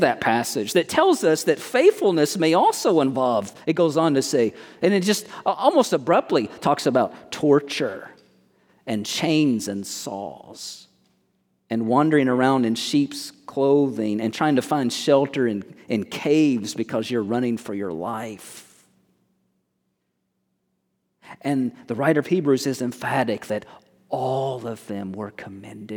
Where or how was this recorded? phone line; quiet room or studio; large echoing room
large echoing room